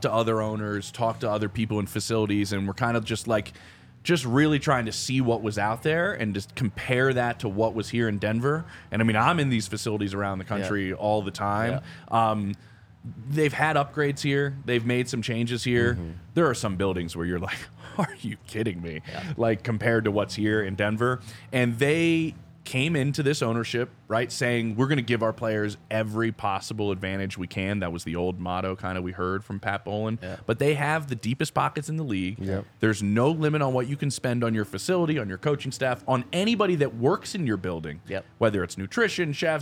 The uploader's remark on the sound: Coming to you LIVE from the DNVR Bar.